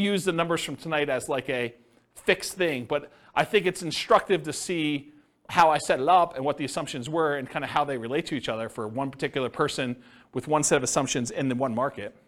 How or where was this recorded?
live audience